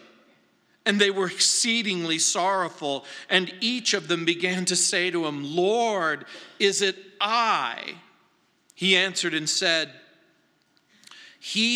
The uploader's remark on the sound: at Calvary South Denver in Littleton CO